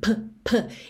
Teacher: não é um P seco, ele tem um arzinho